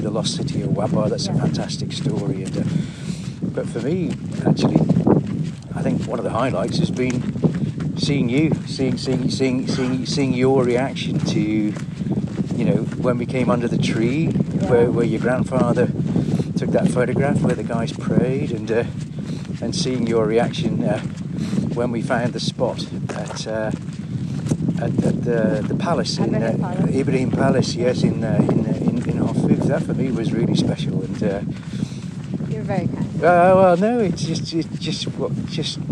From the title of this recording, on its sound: A windy walk to Abu Jifan Fort